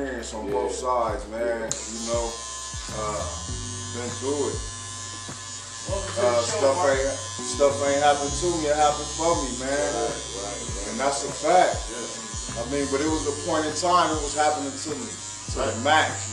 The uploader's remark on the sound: Live from cullers barbershop